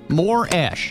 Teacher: Well, that means the stress, though, is on the first syllable, more. It is not on the last syllable, ash, because, it could be ….